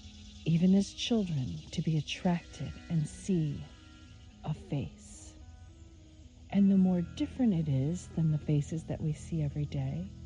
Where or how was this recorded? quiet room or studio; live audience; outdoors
outdoors